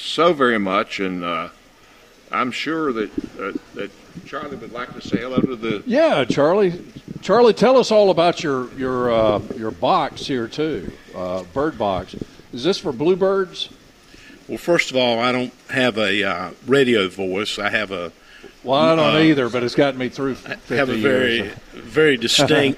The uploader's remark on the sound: broadcasting live from Logan's Trading Company